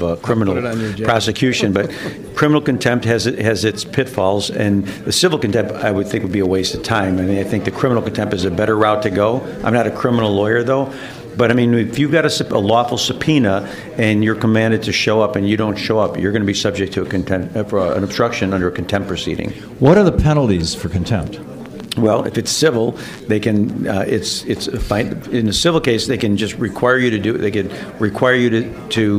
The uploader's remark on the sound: live Labor event from Chicago with the local union leaders and questions from the attending audience